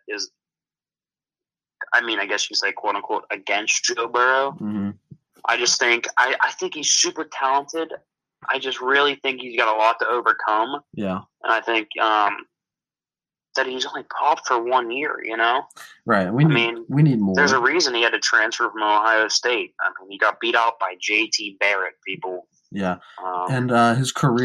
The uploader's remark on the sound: On the phone.